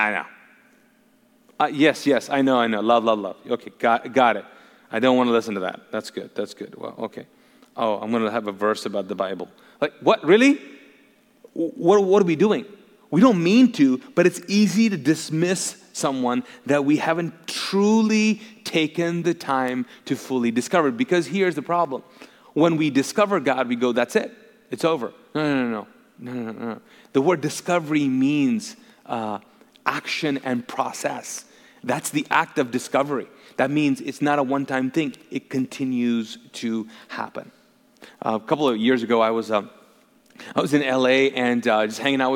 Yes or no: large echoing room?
yes